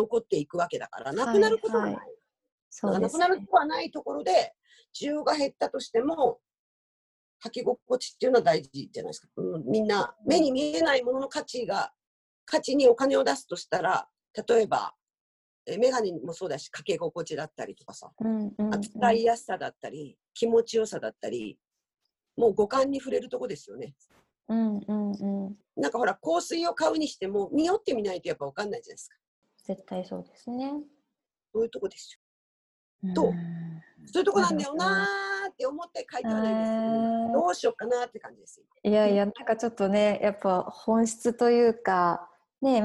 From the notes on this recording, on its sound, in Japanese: 本番組はオンライン会議ツールZoomを使用して録音しております。通信環境の問題により一部聴き取りづらい箇所があることをご了承くださいませ。暮らしの大学が拠点とする福岡市東区の「ハコザキ」。